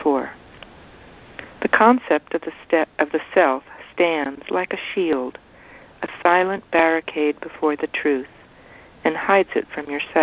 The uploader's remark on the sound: ACIM NOV 27 CONF CALL. ACIM Daily TEXT Conference Call.